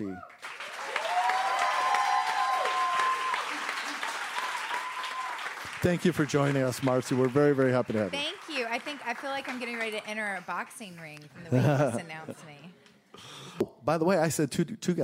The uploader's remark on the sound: The most applause-laden interview in the show’s history on location. This live audience episode is powered by Peerspace.